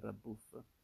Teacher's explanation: presenta ben due consonanti doppie e l'occlusiva B strida con la fricativa F con un effetto quasi cacofonico.